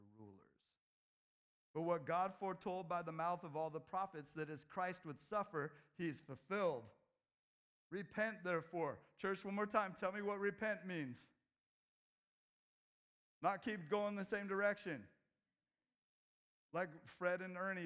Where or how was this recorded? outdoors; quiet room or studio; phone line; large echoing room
large echoing room